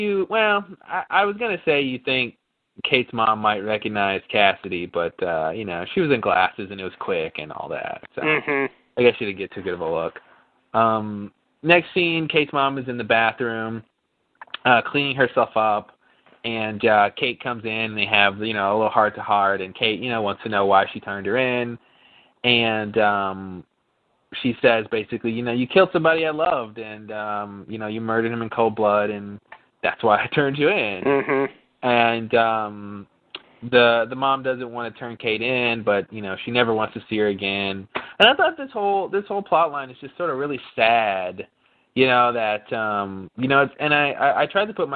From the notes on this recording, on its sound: Recorded Live on Talkshoe